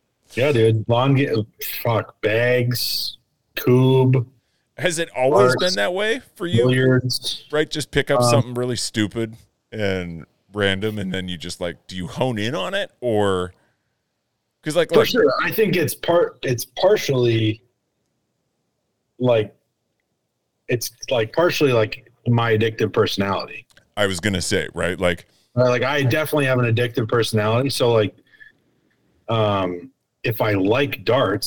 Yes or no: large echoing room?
no